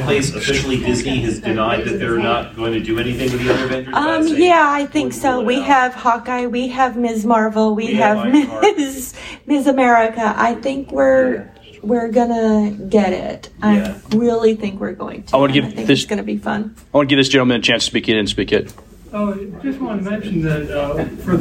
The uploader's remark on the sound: The Marvel Phases Panel at Farpoint Con 2023.